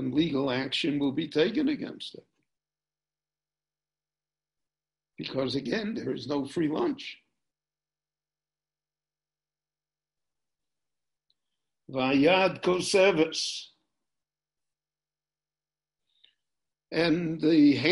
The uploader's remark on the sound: This shiur in Pirkei Avot – Ethics of the Fathers – was recorded LIVE in Jerusalem via Zoom.